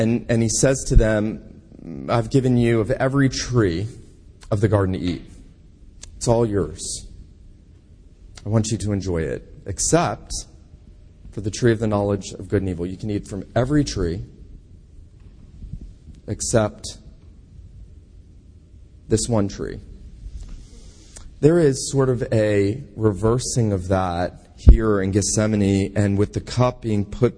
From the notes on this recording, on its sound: This sermon was preached at Kirk of the Isles PCA in Savannah, GA